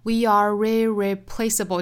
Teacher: 但是连读之后呢，会有一个小小的 r 的音带出来